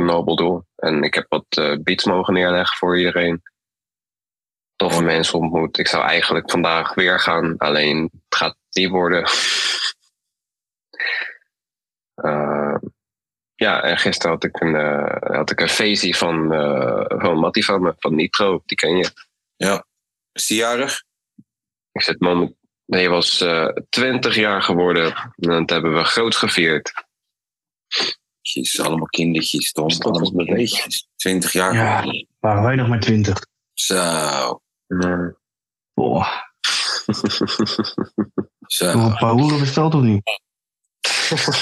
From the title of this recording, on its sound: ZOOM CALL